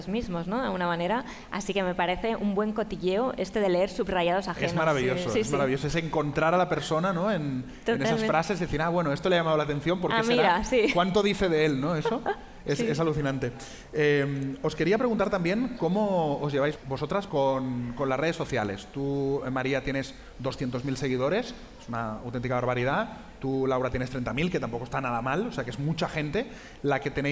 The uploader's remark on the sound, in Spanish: grabado desde la Feria del Libro de Madrid